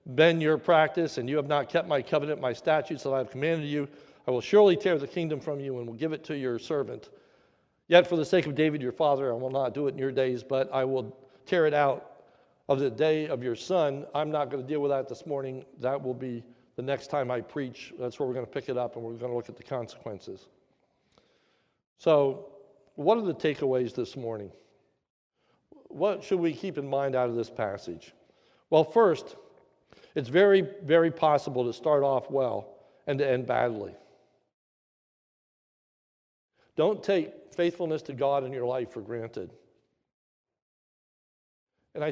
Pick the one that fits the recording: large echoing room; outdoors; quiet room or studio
large echoing room